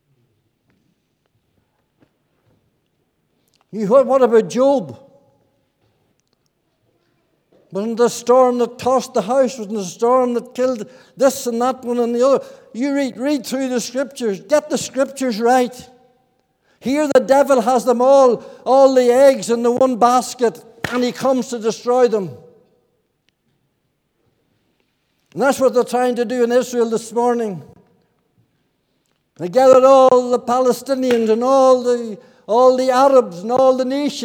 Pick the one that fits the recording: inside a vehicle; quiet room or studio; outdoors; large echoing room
large echoing room